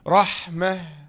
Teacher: تاء تنوين بالفتح، هاء ساكنة عند الوقف